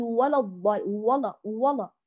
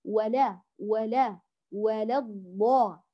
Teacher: نرقق الواو واللام ونعطيهما ذات المقدار للحركة دون اختلاس · Shown in: second take · ثم ننتقل للضاد ونعطيها حقها في التفخيم، لكنها لا تؤثر على اللام ولا تؤثر على الواو، فلا نقول ولا الضا ولا ولا، بل ولا ولا ولا الضا.